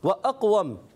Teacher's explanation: قاف زبان کی جڑ اور تعلق کے نرم حصے سے